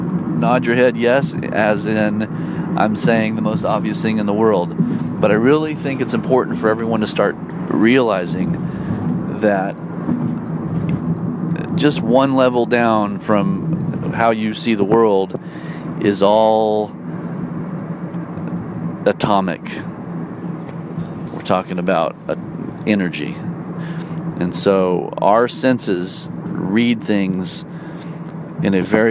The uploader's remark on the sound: talks about life while driving to a gig